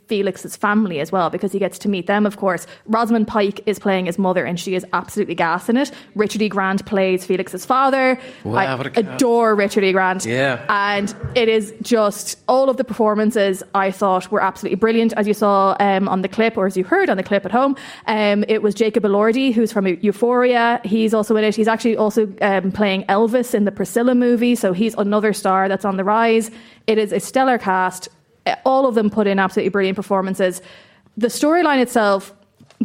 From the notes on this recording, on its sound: LIVE from Galmont Hotel Galway. LIVE from the Galmont Hotel, Galway.